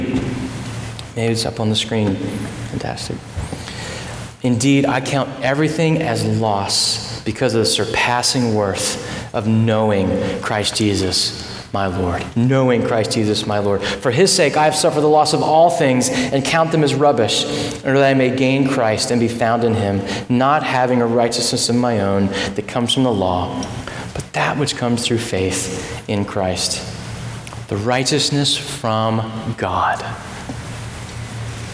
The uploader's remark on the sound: At Redemption Hill Church on Sunday, September 9th, 2012.